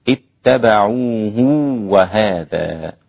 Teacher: الإمام ابن كثير وصل هذه الهاء وصلا تسمى هاء الصلة